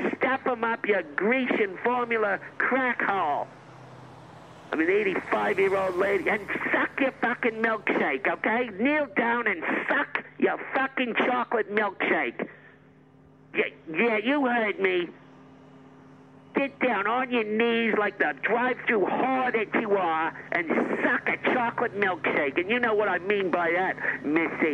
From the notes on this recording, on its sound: calls in during her first trip to a drive thru